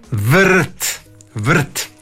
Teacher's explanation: u riječi prst, tu nemamo vokala, nemamo samoglasnika, nego onda taj R je nositelj sloga · Term: slogotvorno R